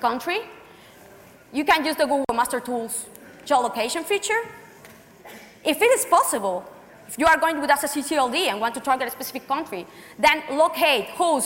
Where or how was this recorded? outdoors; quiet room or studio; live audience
live audience